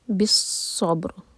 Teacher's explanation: بالصبر صاد ہیوی، با پر قلقلہ اور را ساکن ہیوی ہوگا کیونکہ اس سے پہلے ہے فتحہ